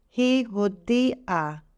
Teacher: But when you say he, you do pronounce the ein.